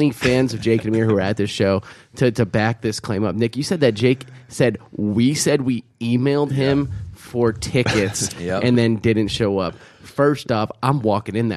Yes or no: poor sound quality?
no